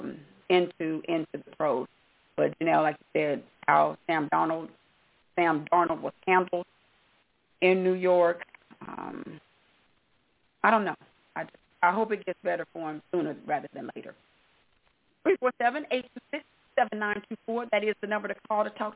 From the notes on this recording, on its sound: your phone calls